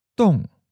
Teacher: Second tone, high falling.